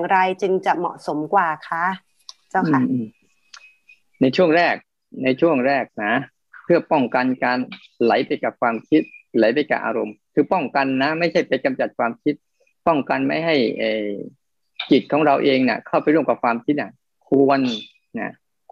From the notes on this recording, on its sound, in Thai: คอร์สออนไลน์ (ผ่านโปรแกรม Zoom)